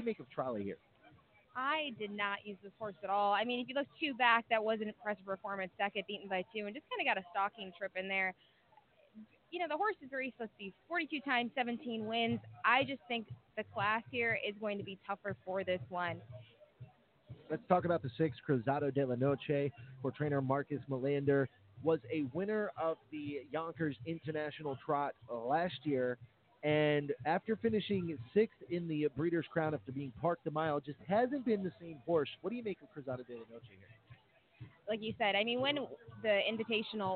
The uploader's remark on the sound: Live from Meadowlands Racing and Entertainment in New Jersey.